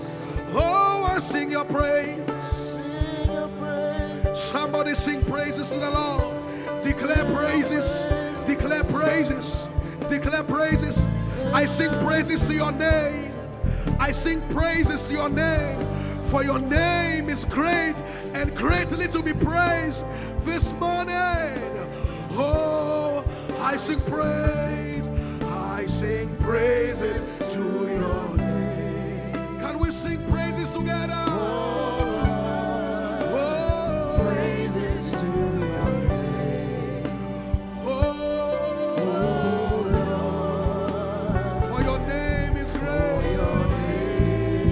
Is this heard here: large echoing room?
yes